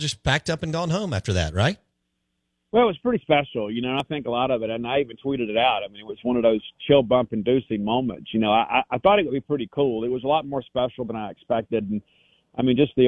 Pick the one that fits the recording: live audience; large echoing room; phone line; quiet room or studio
phone line